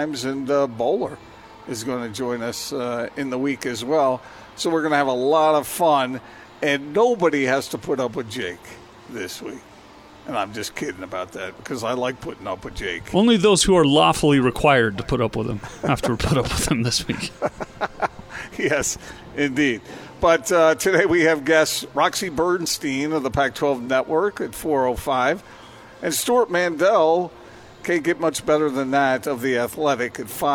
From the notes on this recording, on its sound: LIVE at Marley's Gourmet Sliders.